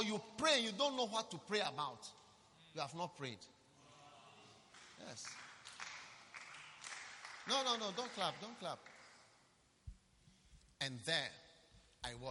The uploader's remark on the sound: Preached at a Healing Jesus Campaign Pastors' conference in Tepa, Ghana.